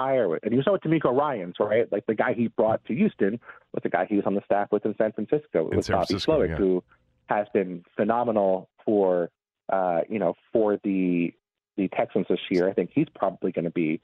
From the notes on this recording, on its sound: opens the phones and takes calls